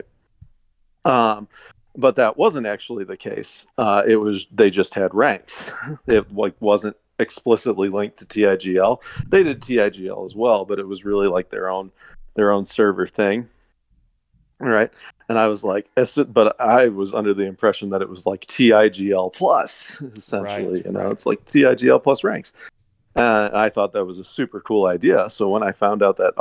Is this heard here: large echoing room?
no